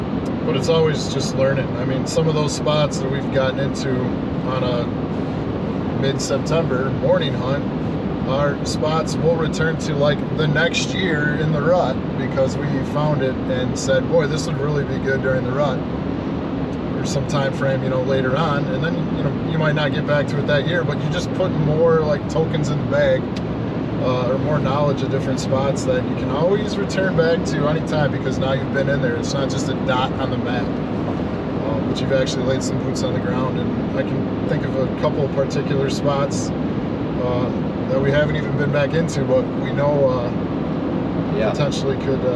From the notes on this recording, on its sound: Driving home from a week long Canada fishing trip